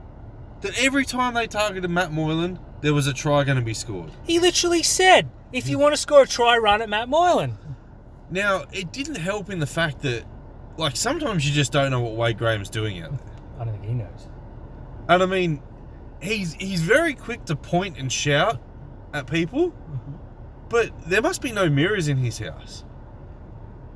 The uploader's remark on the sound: sit in the car and yell for half an hour